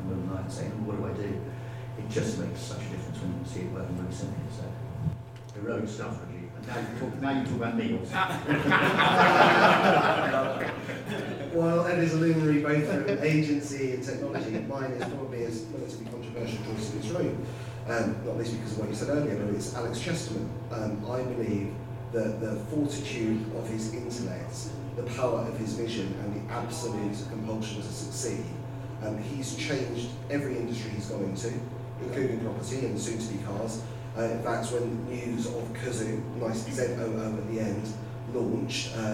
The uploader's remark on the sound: Live From IUC EMEA